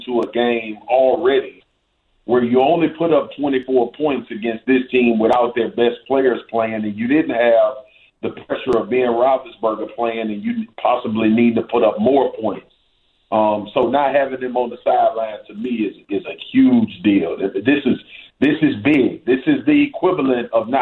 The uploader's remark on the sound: we open the phones and let you ask the questions